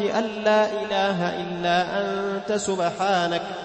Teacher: فحفص يعامل مد التعظيم مثل ماذا؟ مثل المد المفصل، يمد بمقدار كم؟ حركتين